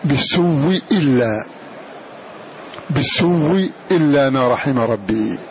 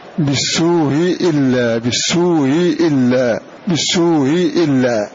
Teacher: قال الناظم هنا روي عنهما إبدال الأولى حر مد وإدغامها بالسوء إلا، وبالسوء إلا أبدلها واوا ثم أدغم في الثانية، فينطق بواو مشددة بعدها همزة محققة · Shown in: first take